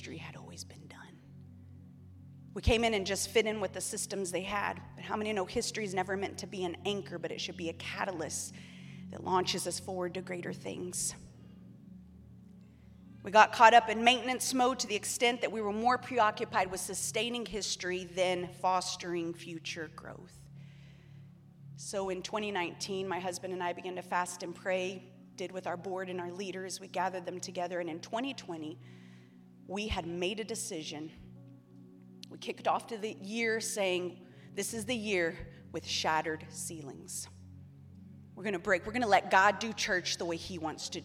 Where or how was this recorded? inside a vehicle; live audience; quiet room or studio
live audience